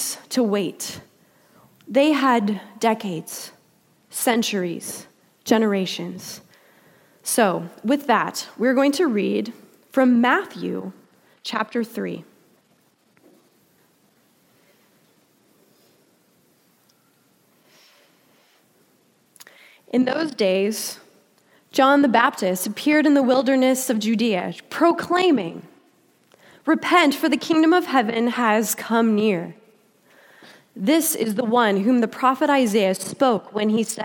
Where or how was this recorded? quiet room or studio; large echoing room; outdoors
large echoing room